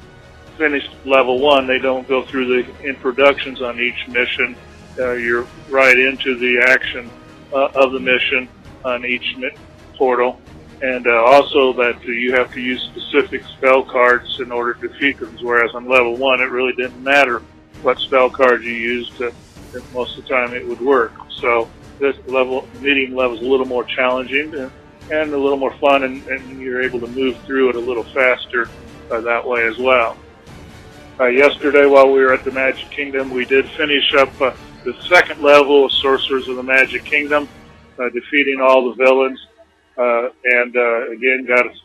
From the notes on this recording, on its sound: As he phones in throughout the past week from Walt Disney World. Listen as we chat in between his phone calls.